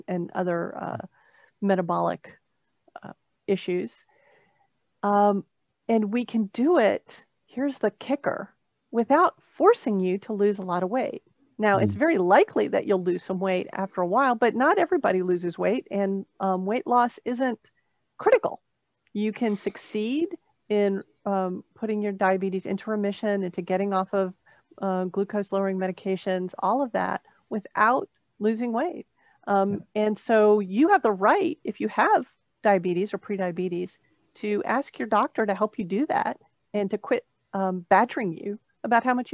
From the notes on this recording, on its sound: The glitch toward the end was due to an interruption in our Zoom connection.